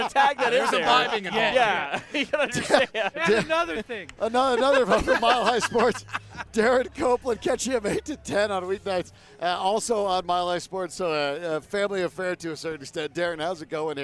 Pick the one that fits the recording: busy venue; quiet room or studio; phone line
busy venue